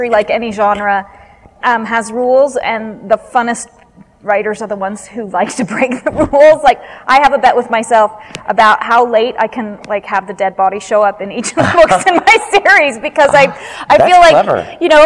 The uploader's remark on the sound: Live from Westercon 67 and Fantasy Con